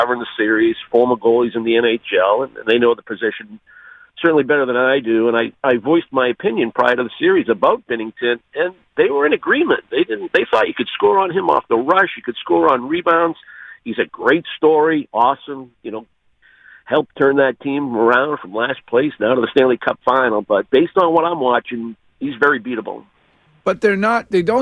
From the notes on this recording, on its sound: calls into the show